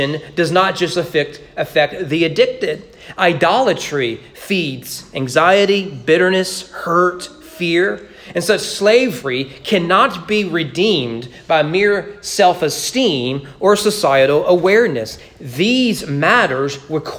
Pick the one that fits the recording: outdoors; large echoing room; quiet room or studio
large echoing room